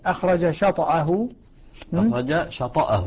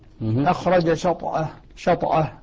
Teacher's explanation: نعم والباقون بالسكون مع القلقلة أخرج شطأه شطأه نعم بتحريك الطاء بالفتح والباقون بالسكون